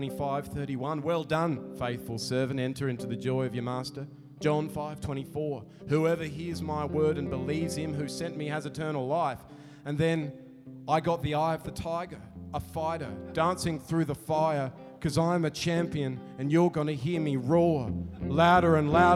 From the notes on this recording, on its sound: comes to you live from the Adelaide Guitar Festival on the banks of the scenic river Torrens